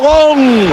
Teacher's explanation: Qué pena, que claro, siendo murcianicos como somos, la última sílaba, es decir, la última consonante a veces se escapa